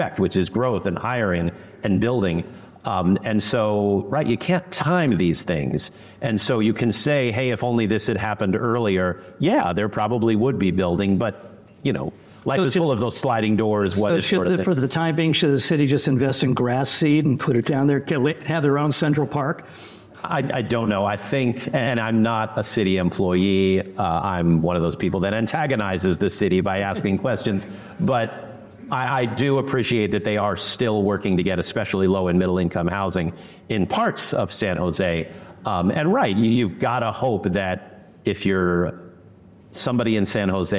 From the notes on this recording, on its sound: Today's very special episode was hosted live by the San Jose Rotary Club during their weekly luncheon meeting.